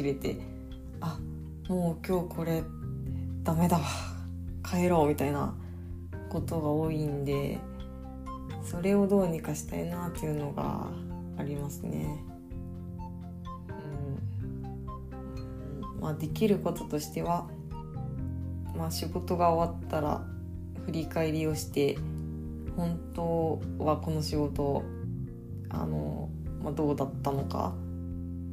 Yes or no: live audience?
no